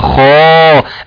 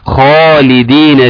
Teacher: خا أعلى درجات التفخيم